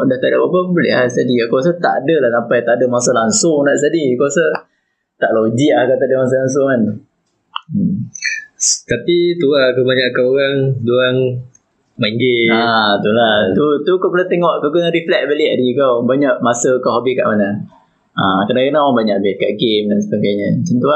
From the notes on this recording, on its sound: Disclaimer: Mohon maaf for the poor audio quality, I've tried my best to master and edit and hope it is enjoyable.